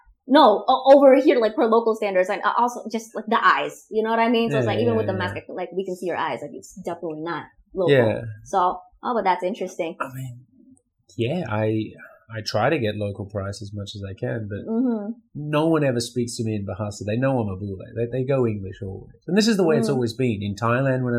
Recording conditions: poor microphone